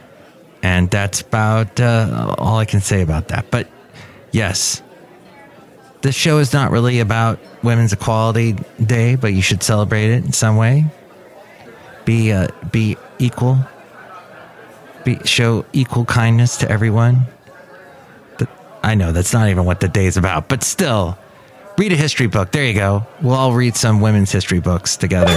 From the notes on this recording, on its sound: podcasts live from Café Anyway